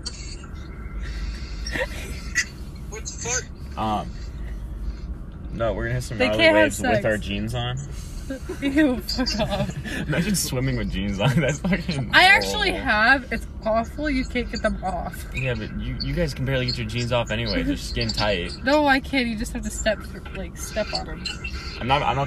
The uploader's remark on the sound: Hanging out with friends in my car before school starts.